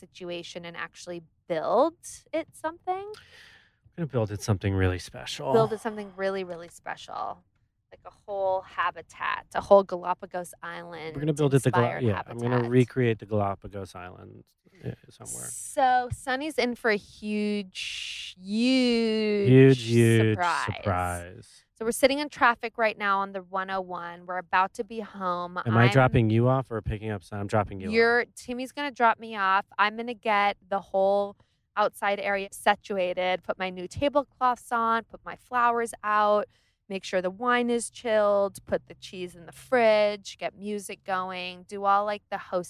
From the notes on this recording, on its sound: POD'ING IN THE CAR! Recorded in the car!